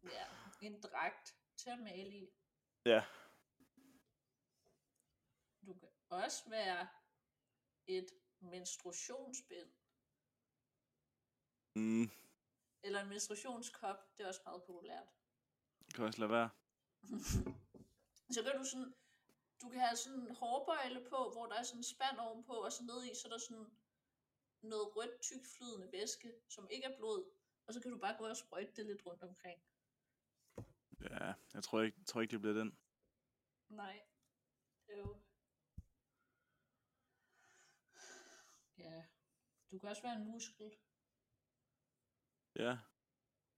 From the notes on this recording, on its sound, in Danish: Har endelig skaffet en mikrofon. Lyden sidder stadig ikke lige i skabet.